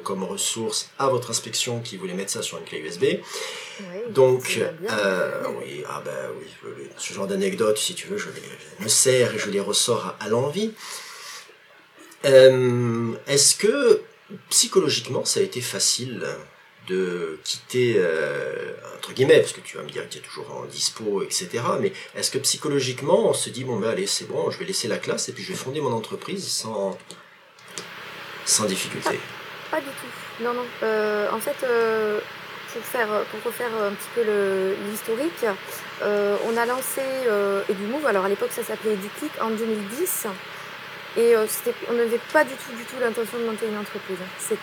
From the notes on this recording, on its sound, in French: Petit avertissement : cet épisode revient de loin avec des soucis techniques qui ont altéré la qualité du son et ce malgré les interventions des membres de l’équipe d’E-teachers.